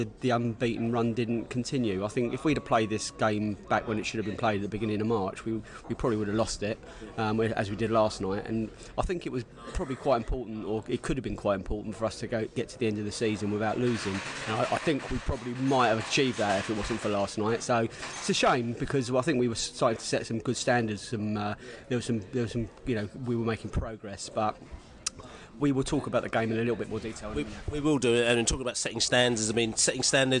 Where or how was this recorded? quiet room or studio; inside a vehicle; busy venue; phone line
busy venue